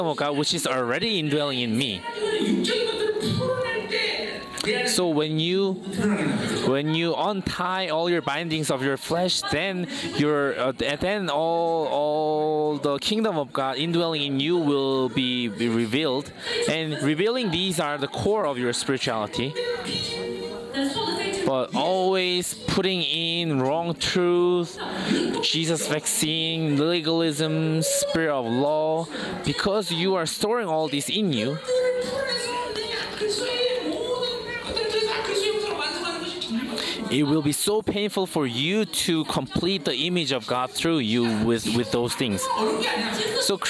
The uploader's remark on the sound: Chuseok Conference. Conference sermon.